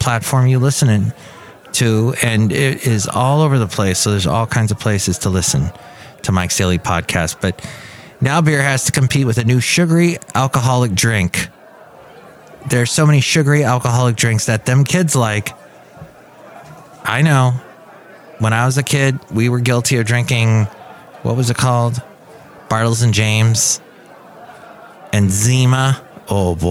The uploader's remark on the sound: podcasts live from Café Anyway